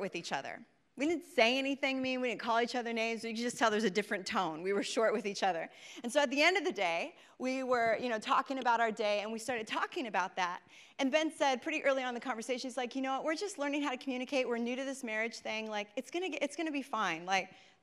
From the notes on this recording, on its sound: preached this message on December 17th at our Downtown communiy